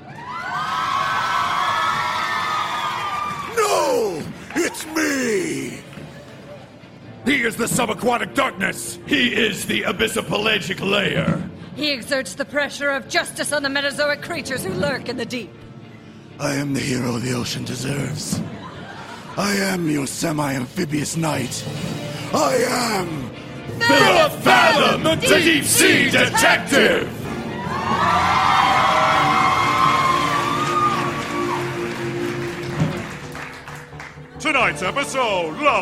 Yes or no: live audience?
yes